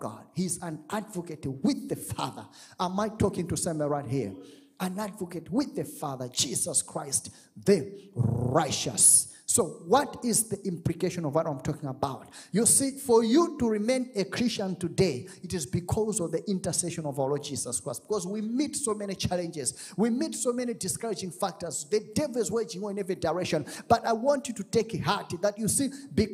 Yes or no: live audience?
yes